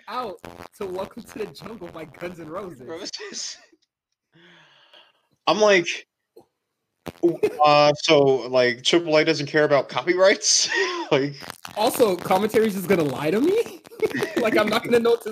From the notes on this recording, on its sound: Apologizes for the audio issues